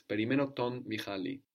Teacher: So o Michalis, o becomes ton, no, as it's behaving like him, and also we lose the S of Michalis, perimeno ton Michali.